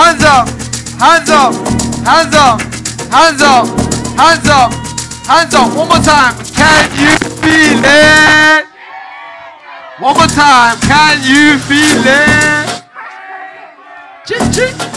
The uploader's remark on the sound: LIVE AT AMAPIANO VS AFRO BEATS